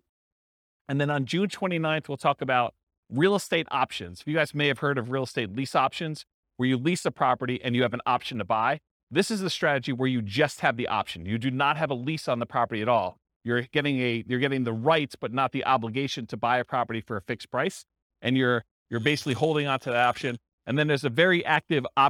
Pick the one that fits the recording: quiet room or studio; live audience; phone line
live audience